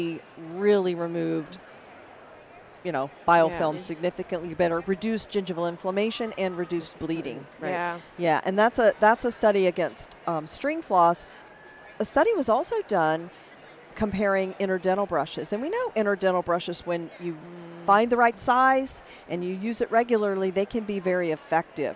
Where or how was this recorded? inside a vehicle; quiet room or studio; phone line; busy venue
busy venue